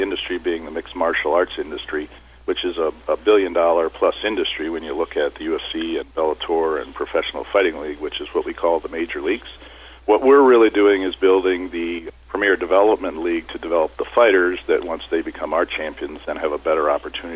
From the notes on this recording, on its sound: called into SmallCapVoice